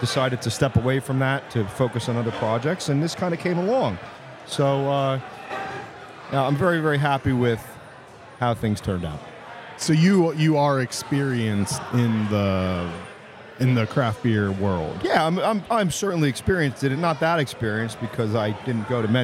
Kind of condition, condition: setting, busy venue